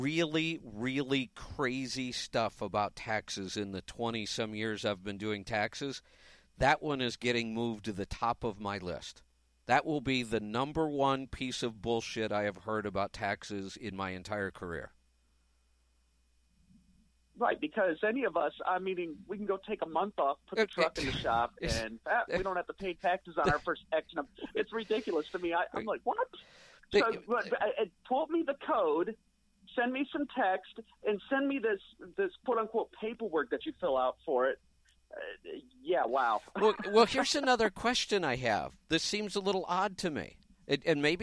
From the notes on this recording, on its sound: Questions from the AudioRoad. Call in Question and Answer Show.